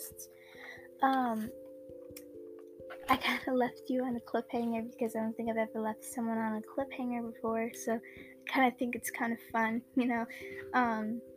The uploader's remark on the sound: Im very sorry about the quality in this episode my mic broke so I was using my old Mic and that one is old and bad